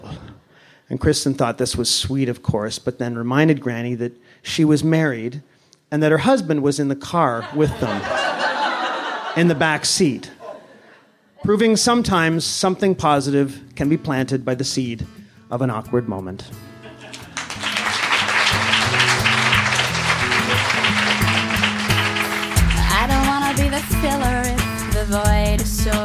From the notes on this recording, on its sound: Recorded at a Here There event. Recorded at a Here There event.